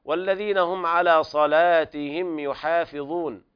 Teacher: قرأ ورش بتغليظ اللام في صلاتهم